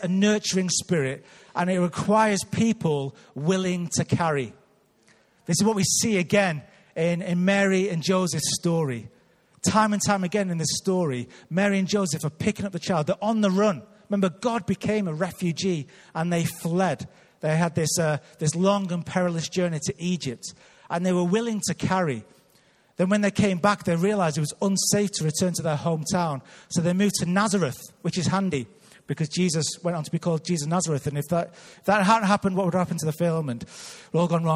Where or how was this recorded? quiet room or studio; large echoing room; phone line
large echoing room